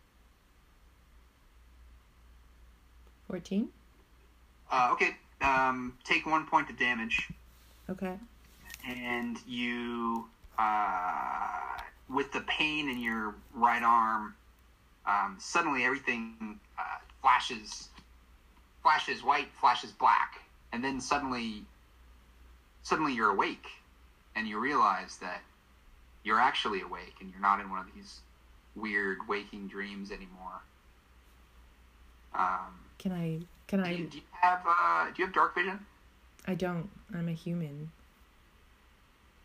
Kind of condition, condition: fault, poor sound quality